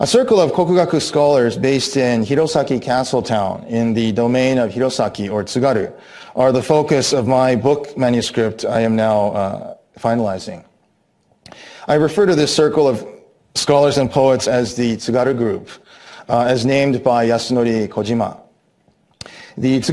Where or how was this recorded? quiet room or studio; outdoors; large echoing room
large echoing room